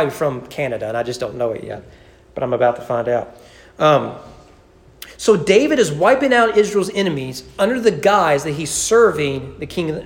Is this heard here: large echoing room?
yes